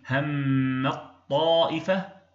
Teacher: همت طائفة، اللسان يرتفع مرتين، يقرع للتاء ثم يقرع للطاء، ولكن عندما نقول همت طائفة اللسان يرتفع لأجل الطاء ارتفاعة واحدة فقط · Term: إدغام